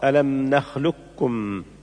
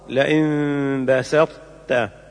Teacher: والوجه الثاني إدغامه كاملا بكاف خالصة، ألم نخلقكم. ويلاحظ نطق الطاء عند التاء والقاف عند الكاف دون قلقلة، بل يبدأ بالطاء ثم التاء والقاف ثم الكاف من دون فصل بين الحرفين في المثالين الأخيرين. · Term: الإدغام الناقص